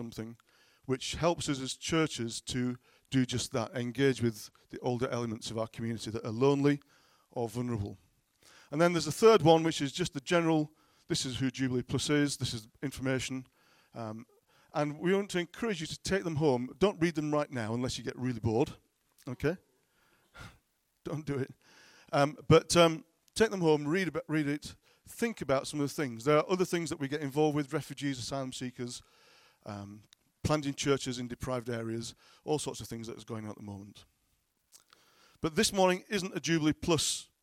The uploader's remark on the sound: at King's Church, Cockermouth.